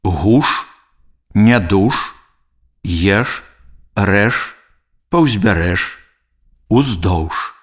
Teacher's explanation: У беларускай літаратурнай мове зычныя ш, ж заўсёды вымаўляюцца цвёрда. На канцы слова звонкі зычны ж аглушаецца і вымаўляецца як ш.